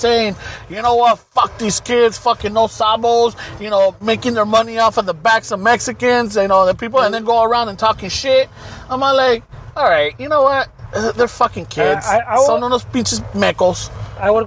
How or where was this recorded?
outdoors